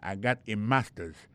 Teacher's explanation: Regardez bien pour voir que l'accent tombé sur le premier syllabe là. · Term: accent tonique